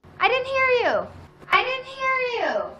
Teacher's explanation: Queremos subir la voz y entonación en la primera sílaba de didn't, didn't, y tenemos el sonido stop T en didn't, didn't.